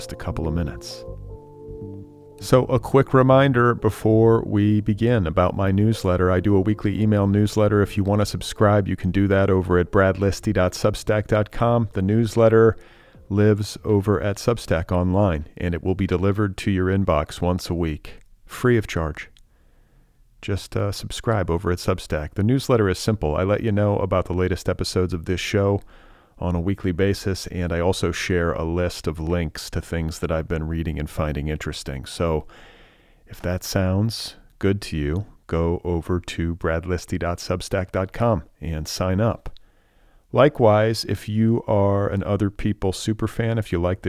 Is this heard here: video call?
no